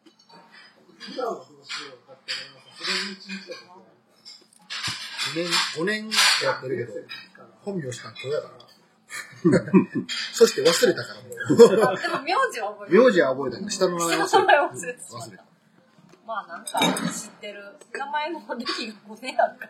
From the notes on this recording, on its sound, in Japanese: 舞台は台風が直撃した9月17日の高知。4人で居酒屋に行きました。なんとなく録音！テーマも何もないただの居酒屋トークをどうぞ！